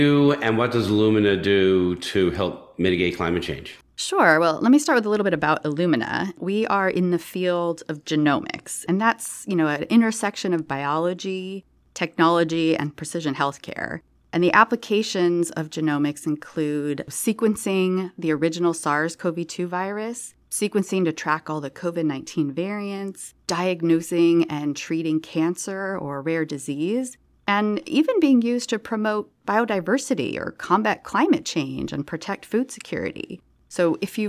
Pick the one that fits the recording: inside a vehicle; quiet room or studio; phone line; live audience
quiet room or studio